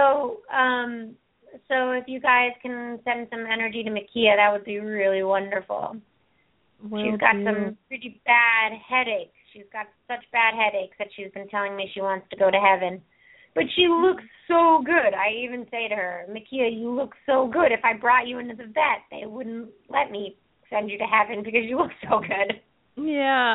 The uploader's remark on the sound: open up the lines for listeners to call